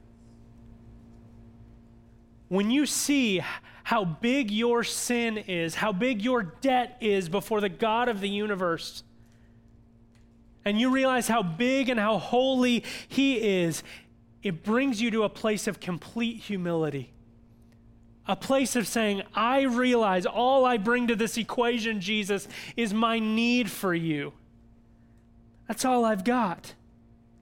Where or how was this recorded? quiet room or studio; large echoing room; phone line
large echoing room